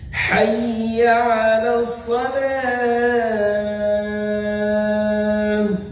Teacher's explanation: انك بتقول حي ما بتقولش هيا